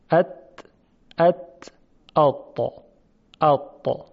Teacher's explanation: حس میکنیم که این گلو به طرف بالا و عقب کشیده میشه، انتهای گلو. این حالت استعلا هست که انشالله در بحث صفات خواهد آمد.